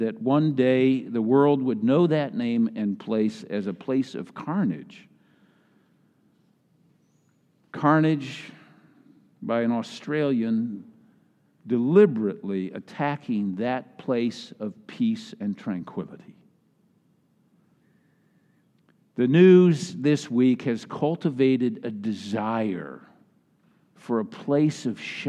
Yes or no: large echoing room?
yes